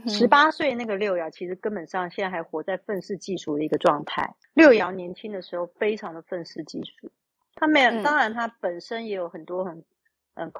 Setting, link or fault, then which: fault, poor microphone